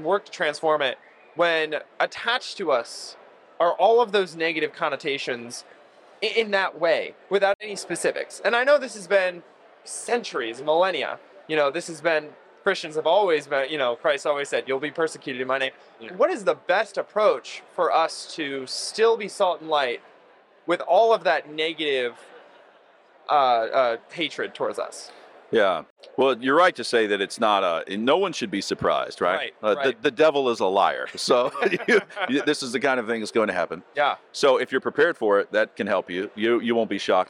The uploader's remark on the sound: FLF conference interview